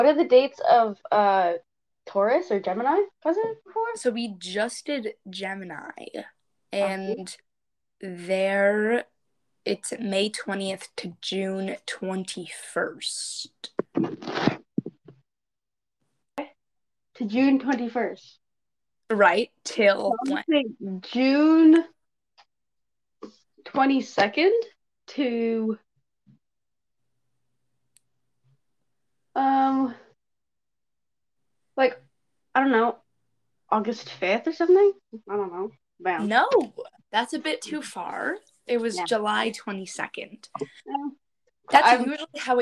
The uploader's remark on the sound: Record this episode virtually for the first time! The audio sounds a bit funny.